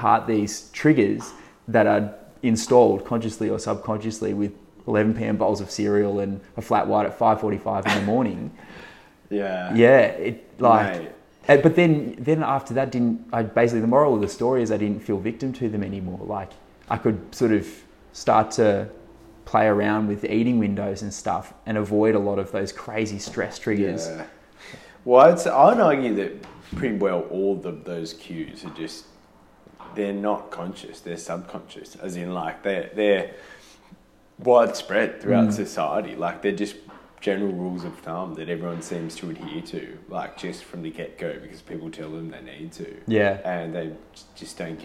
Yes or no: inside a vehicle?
no